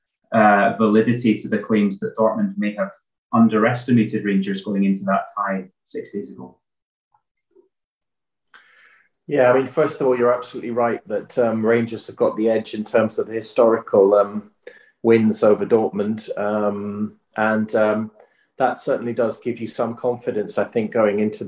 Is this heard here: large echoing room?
no